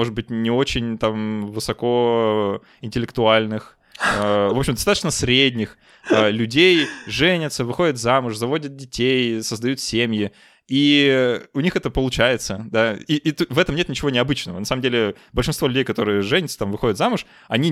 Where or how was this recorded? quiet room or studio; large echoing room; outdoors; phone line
quiet room or studio